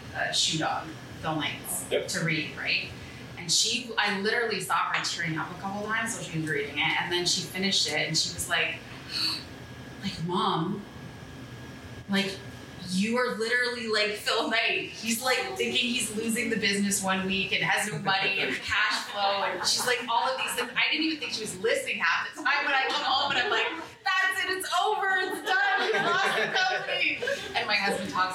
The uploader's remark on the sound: In front of a live audience. Held in a live format at Kissa Toronto located in the heart of the city's Entertainment District. Editor's Note: Due to technical issues, the audio in this episode was impacted and not consistent with our usual quality.